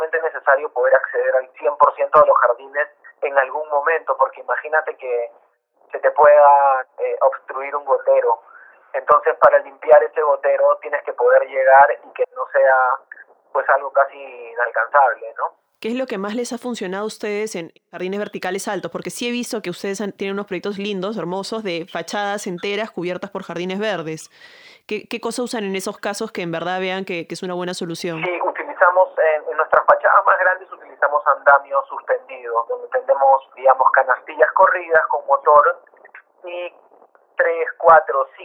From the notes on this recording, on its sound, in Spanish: Esta entrevista fue grabada de manera remota por teléfono.